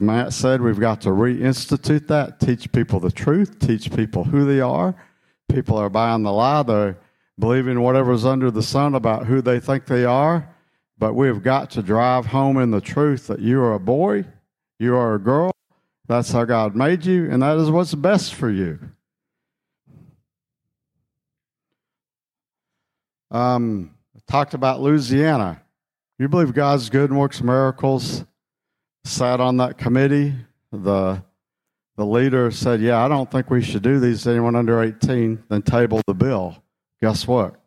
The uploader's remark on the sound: Session #2 of the Skyfall 2023 Conference.